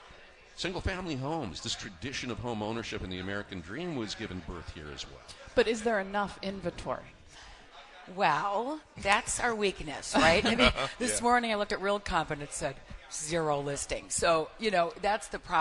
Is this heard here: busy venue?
yes